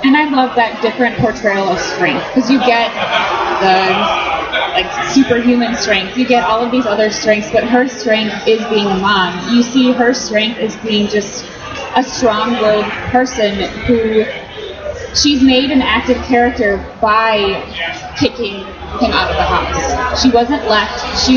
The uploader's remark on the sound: Live from Indy PopCon 2014